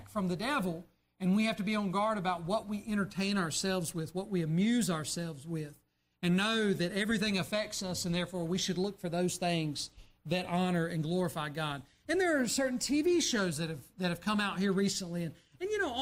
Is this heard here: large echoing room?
yes